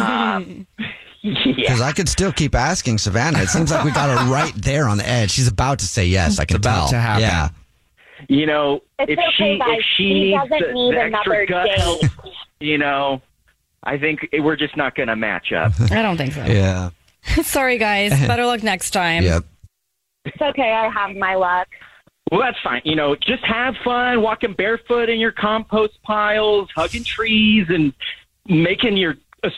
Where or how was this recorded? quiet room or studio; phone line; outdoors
phone line